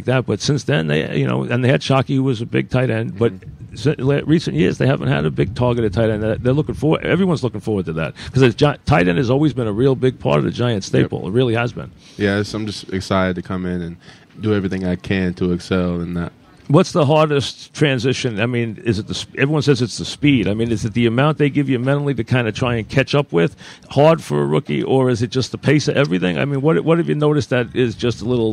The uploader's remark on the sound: live from Giant camp